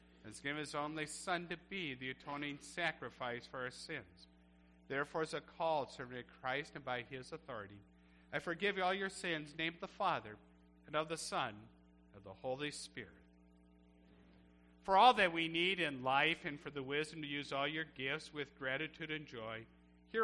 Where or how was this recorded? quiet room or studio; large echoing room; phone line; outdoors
large echoing room